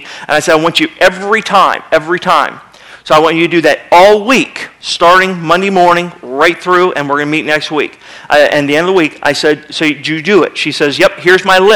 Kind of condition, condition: setting, large echoing room